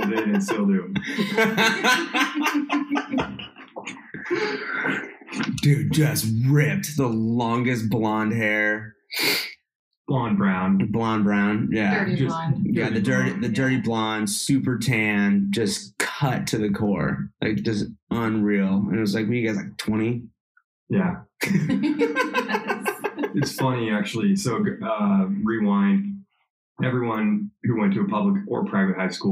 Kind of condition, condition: fault, poor sound quality